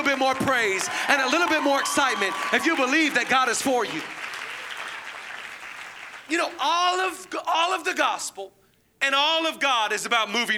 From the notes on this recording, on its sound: Zoe Church LA. Live from the El Rey Theater.